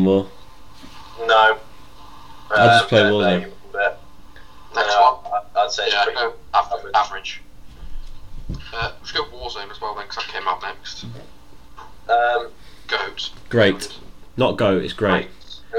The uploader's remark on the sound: With bad audio